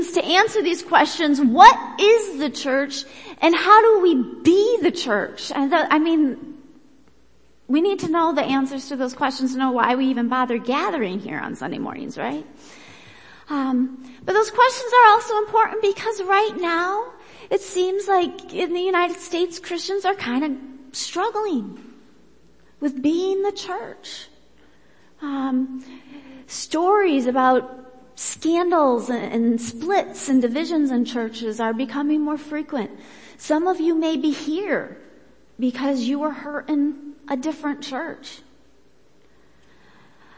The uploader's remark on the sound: Worship Service